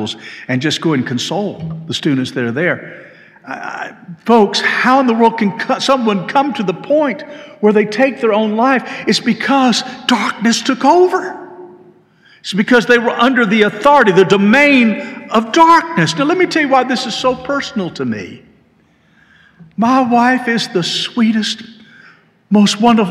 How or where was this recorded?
large echoing room